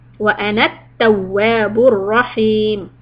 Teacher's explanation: the wow has a شدة and a alif so it needs to be stretched